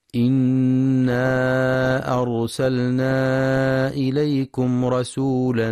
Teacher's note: ينتبه القارئ لتفخيم راء أرسلنا، فهي ساكنة وما قبلها مفتوح، وينتبه للمد المنفصل في إنا أرسلنا، يمد 4 أو 5 حركات في رواية حفص من طريق الشاطبية، وينتبه لترقيق راء فرعون.